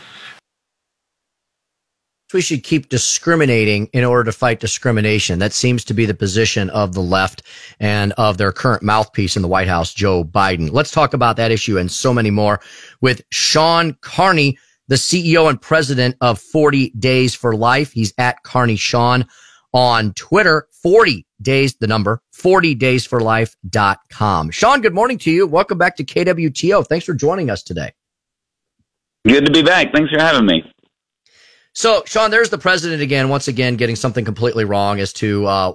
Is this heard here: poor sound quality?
no